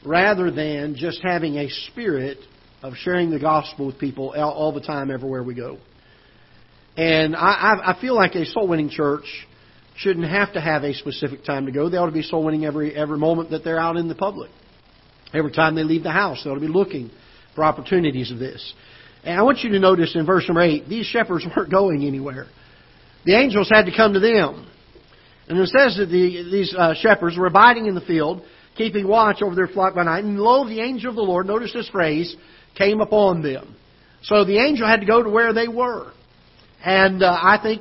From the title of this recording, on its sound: Ketha Heights Baptist Church ~ Live Broadcast